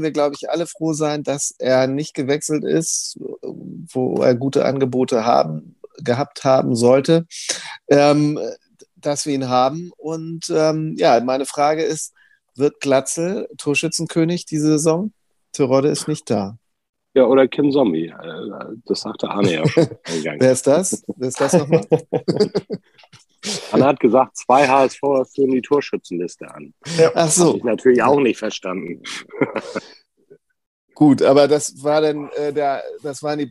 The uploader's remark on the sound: via Zoom